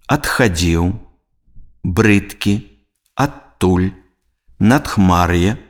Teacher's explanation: Звонкі зычны «д» у сярэдзіне слова перад глухімі зычнымі вымаўляецца як глухі зычны «т»